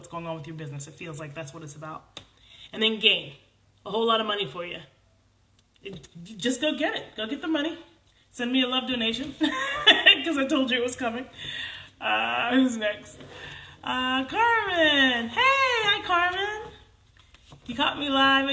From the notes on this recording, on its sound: Not awesome Audio...hopefully I will remember to use my mic next time.